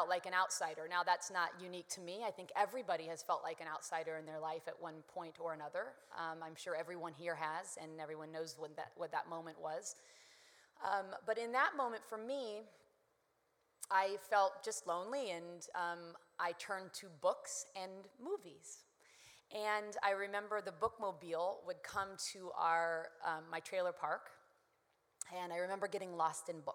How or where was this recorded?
busy venue